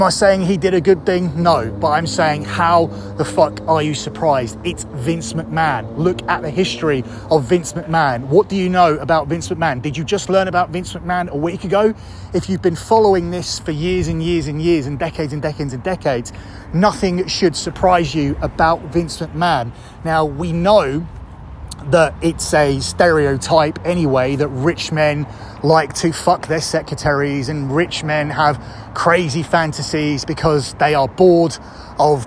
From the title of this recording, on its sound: Reporting Live from Royal Rumble Superstore